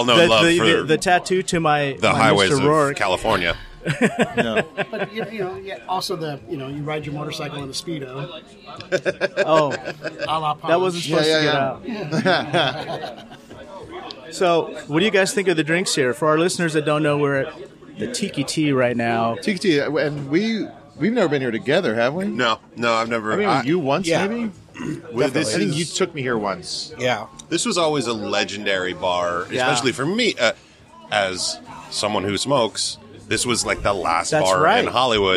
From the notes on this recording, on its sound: Join us for a couple rounds of cocktails as we record this episode live from the legendary Tiki-Ti on Sunset Boulevard!